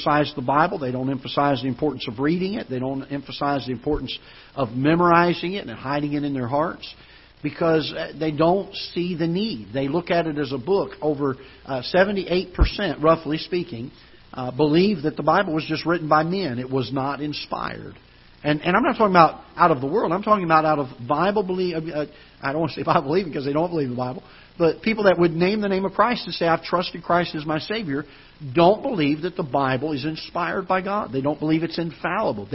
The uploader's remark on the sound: Ketha Heights Baptist Church ~ Live Broadcast